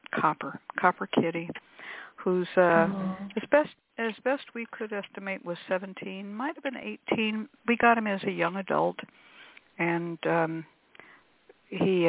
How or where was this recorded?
phone line